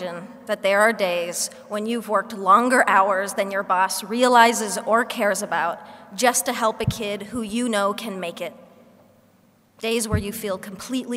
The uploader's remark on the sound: speech at the Human Rights Campaign Foundation’s Time To THRIVE conference